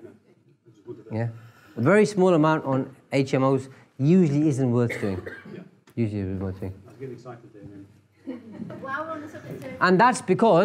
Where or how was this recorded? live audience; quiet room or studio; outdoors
live audience